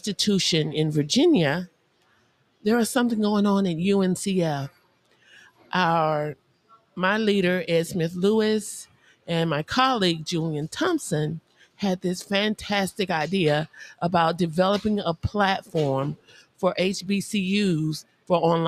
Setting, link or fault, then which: setting, busy venue